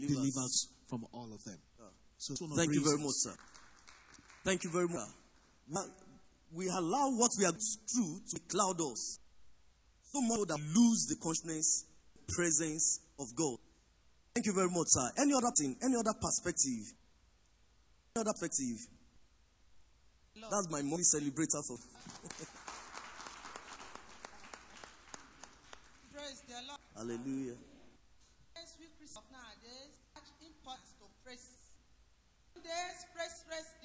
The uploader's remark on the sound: Recorded live at our Interactive Service